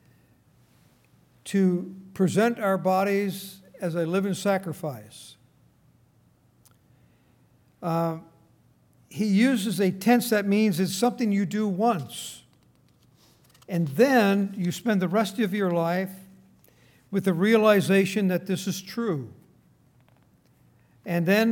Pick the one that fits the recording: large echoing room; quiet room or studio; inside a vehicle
large echoing room